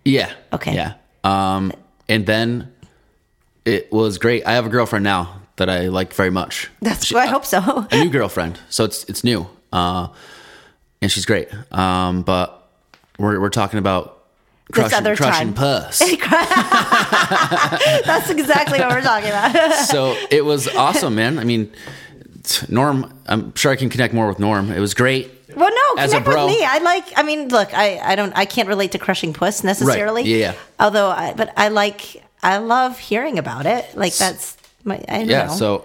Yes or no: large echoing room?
no